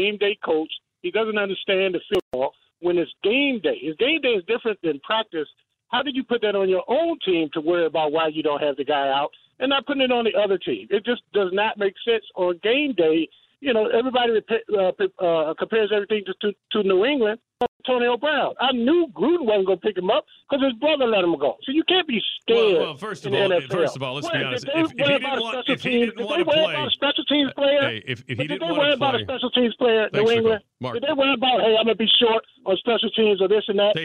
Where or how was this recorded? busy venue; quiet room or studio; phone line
phone line